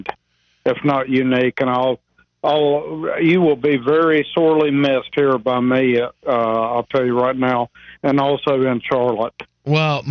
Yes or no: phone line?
yes